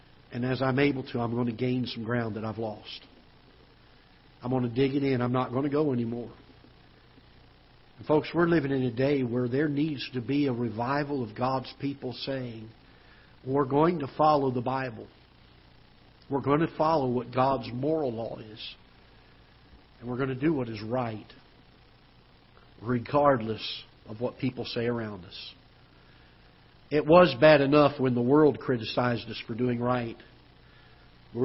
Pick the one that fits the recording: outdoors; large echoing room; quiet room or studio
large echoing room